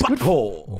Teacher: The B is highly pronounced, and the T is barely touched.